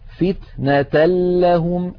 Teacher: مثال التنوين، فتنة لهم، أيضا العمل نفسه، ننتقل من التاء إلى اللام المشددة ولم يبق من التنوين شيء